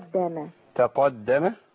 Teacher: طب أقول تقدم ولا تقدم؟ أخلص القاف من التاء والدال المرققات